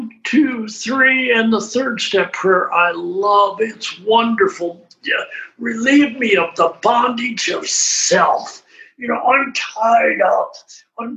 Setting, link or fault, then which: link, video call